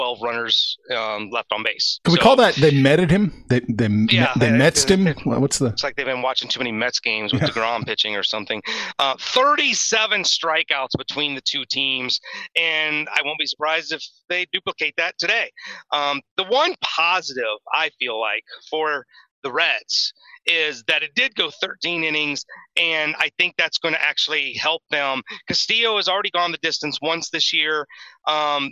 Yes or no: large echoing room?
no